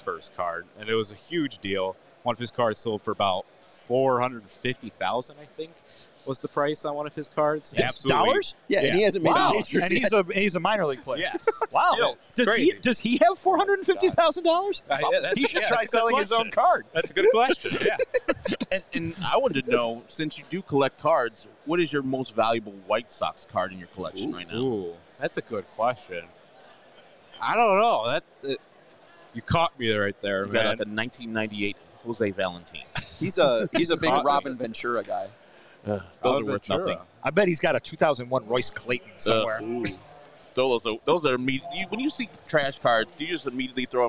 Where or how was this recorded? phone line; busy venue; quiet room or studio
busy venue